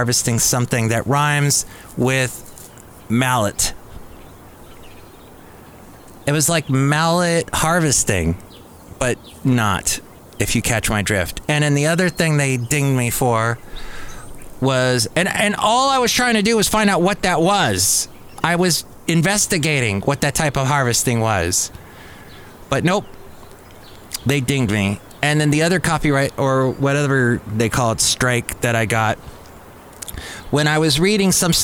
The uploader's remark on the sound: podcasts live from Cafe Anyway